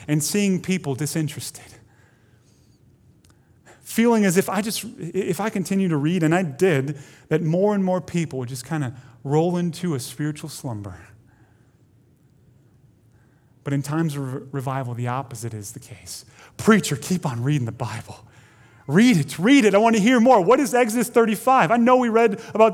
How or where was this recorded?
large echoing room